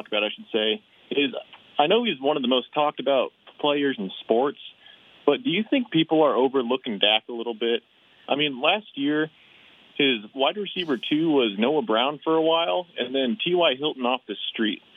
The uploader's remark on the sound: takes a handful of phone calls in this fast-paced 30-minute show